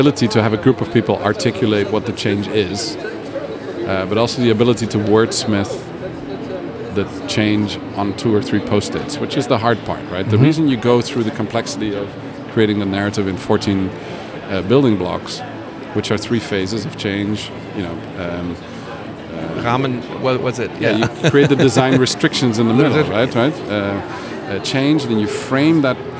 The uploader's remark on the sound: Live PODcast recording with special guests onsite at #IMEX23 - Live from IMEX Frankfurt. This onsite series features spontaneous conversations with #IMEX23 visitors.